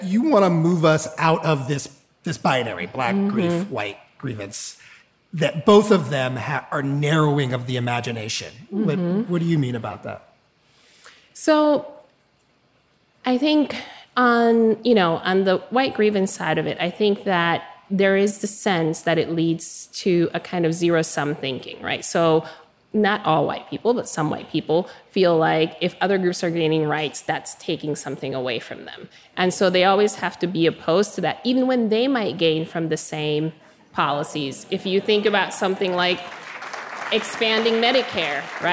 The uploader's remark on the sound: Live At The Apollo. A live audience at the Apollo Theater contributes ideas. This conversation was programmed as part of The Apollo’s Uptown Hall series. The podcast episodes are lightly edited from our live broadcasts.